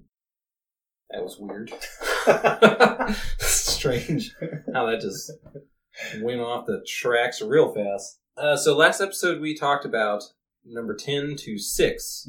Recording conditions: poor sound quality